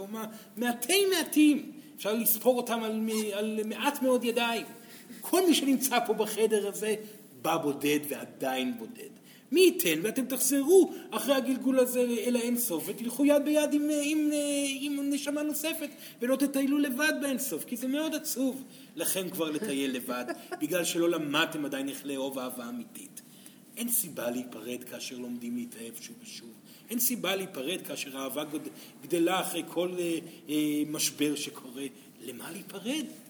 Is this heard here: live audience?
yes